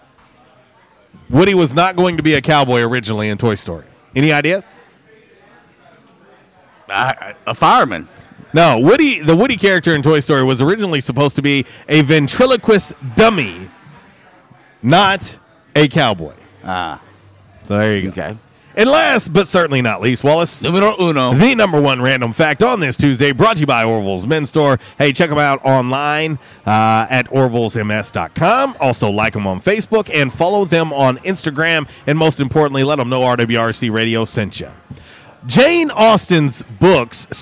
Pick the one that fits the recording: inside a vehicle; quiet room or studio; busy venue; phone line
busy venue